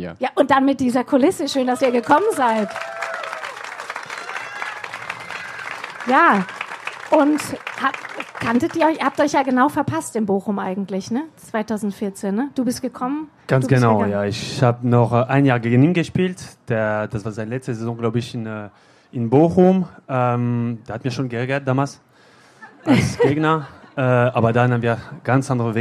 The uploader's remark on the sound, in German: live vom ZFR